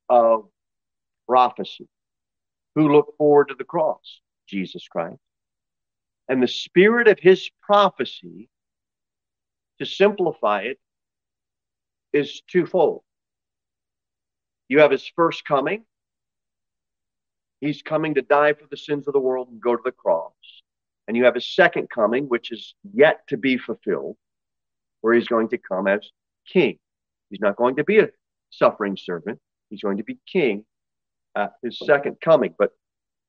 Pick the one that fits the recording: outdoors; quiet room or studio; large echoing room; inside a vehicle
large echoing room